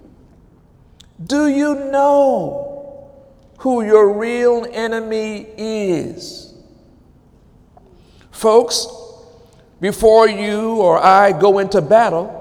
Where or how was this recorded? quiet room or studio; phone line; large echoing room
large echoing room